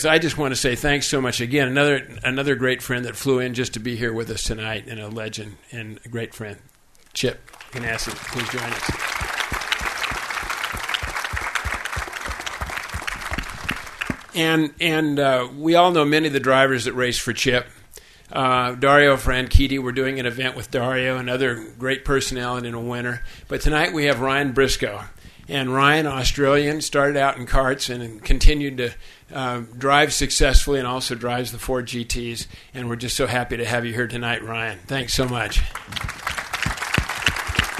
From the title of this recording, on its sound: Live from The Henry Ford Museum